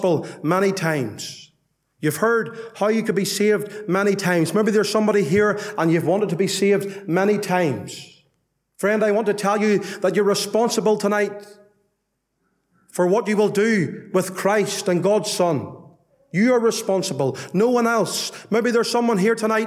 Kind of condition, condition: setting, large echoing room